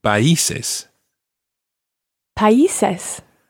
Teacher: it's the accent on the I that makes it País